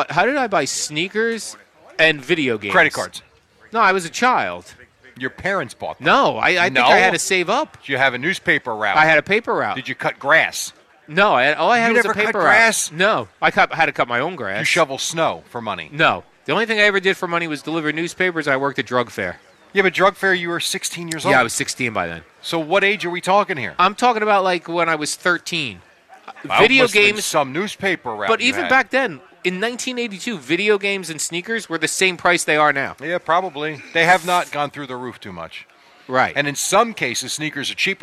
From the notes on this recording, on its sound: Kicking off summer live from D'Jais in Belmar.